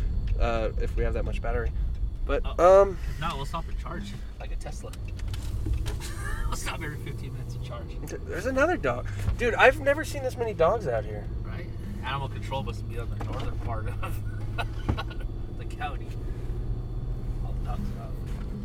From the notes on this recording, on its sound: We're in a Truck. This week we decided to try and drive and record at the same time. We receive phone calls and lose track of what were talking about.